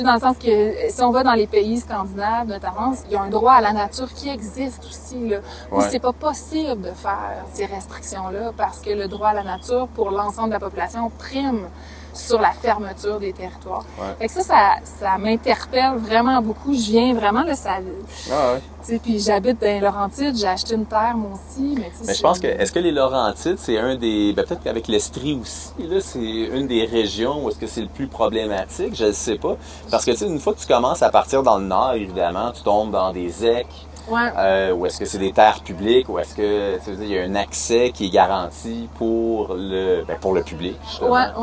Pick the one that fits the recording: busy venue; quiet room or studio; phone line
busy venue